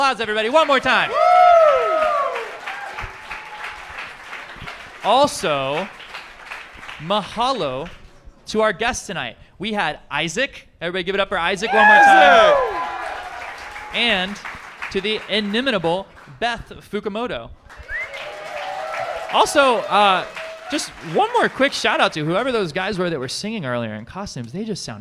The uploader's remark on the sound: Live from Marks Garage. You get some fun live commercials in there too. The Arts at Marks Garage for hosting us.